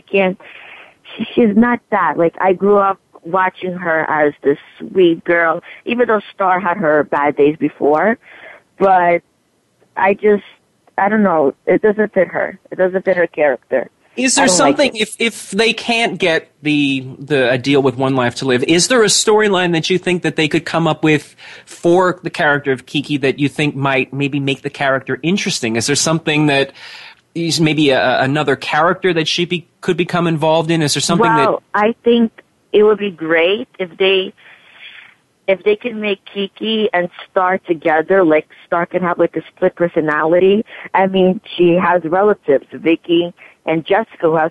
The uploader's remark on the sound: We're opening the phone lines for fans to call. Soap Central Live airs every Friday at 6pm Eastern/3pm Pacific on the Voice America Talk Radio Network.